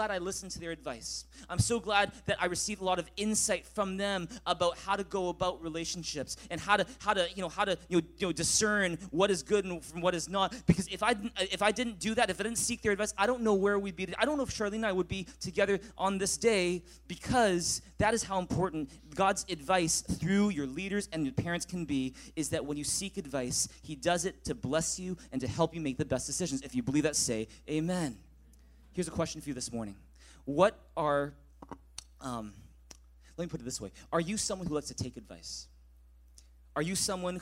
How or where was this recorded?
large echoing room